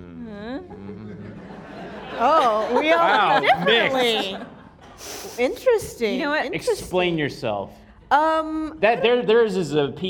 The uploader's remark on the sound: filmed in front of a live audience!